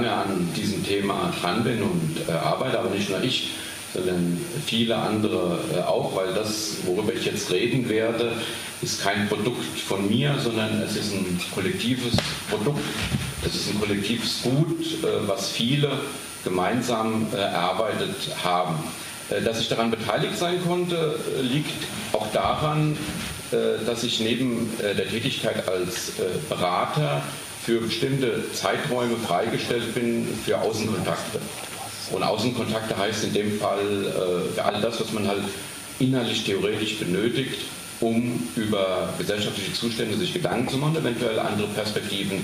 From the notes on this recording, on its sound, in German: Live-Mitschnitt (Auszug)einer Lesung